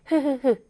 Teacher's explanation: 목청에서의 마찰로 인해서 소리가 나게 됩니다 · Term: 목청 소리